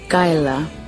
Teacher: We use the first syllable, Kayala, and we create the K more like a G and K combination